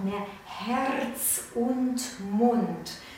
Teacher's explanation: Da ist ein gerolltes R, das benutzt man in der Sprache normalerweise nicht, beim Singen immer, damit die Sprache schön vorkommt.